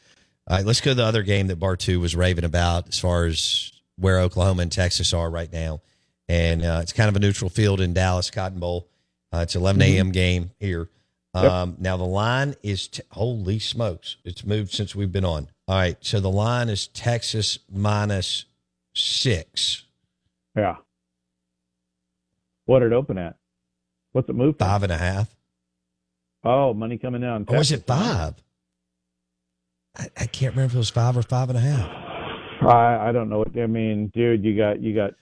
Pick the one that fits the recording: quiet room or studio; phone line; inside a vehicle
phone line